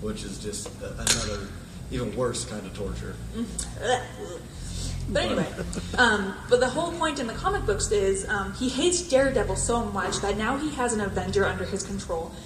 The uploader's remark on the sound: Panel FanX 2016